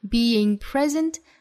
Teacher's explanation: 注意 being 这个词前紧后松